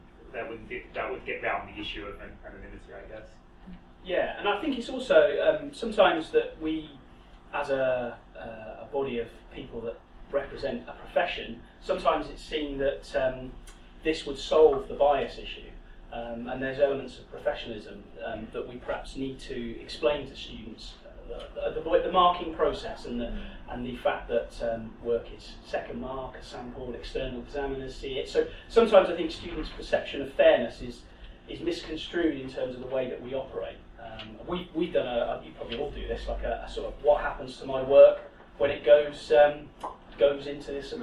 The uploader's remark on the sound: Speaks at SRHE Technical, Professional and Vocational Higher Education Network Event - Developing Feedback Literacy: Key Challenges and Future Horizons.